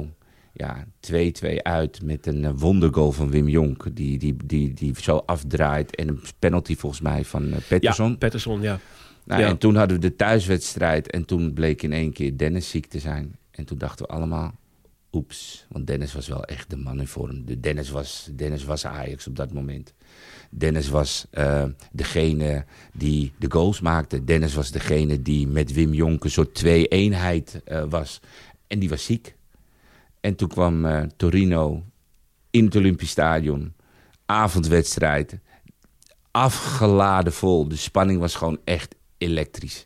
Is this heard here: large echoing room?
no